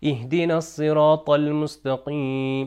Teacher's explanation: طا کا تلفظ تھوڑا موٹا ہوگا، دو نقطے والے تا سے مکس نہ کریے